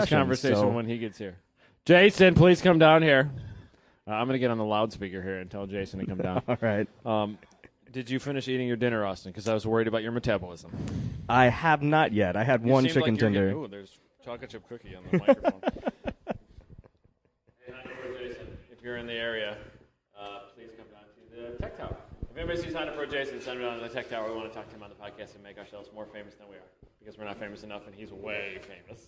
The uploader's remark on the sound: Live at HondaMeet15 at Gingerman Raceway in South Haven, MI